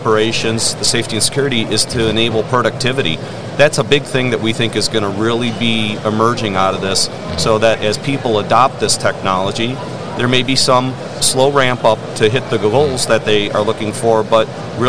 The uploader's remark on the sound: FORT Robotics at MODEX 2022